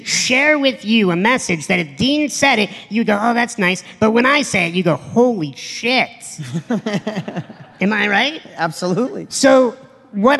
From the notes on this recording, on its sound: on stage at this year's EDGE event